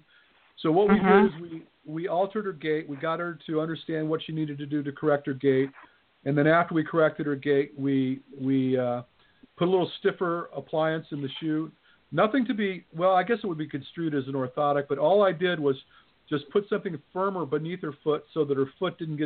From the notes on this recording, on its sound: LIVE Q-n-A Show. Plan to accept live callers and field questions.